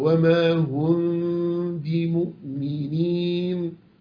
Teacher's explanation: ميم ساكنة لما يجي بعدها باء بيبقى حكمها إخفاء